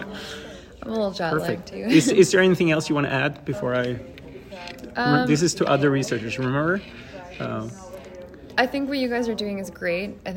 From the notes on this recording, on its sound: recorded during Day 2 of Islet Study Group 2023